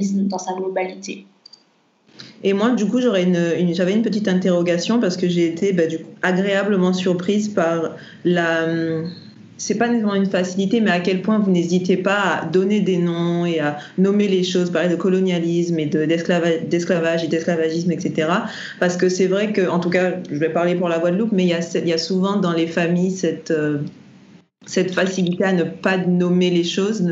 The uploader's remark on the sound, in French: Nous avons enregistré via Skype